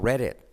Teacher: La T casi no se pronuncia. La I como E.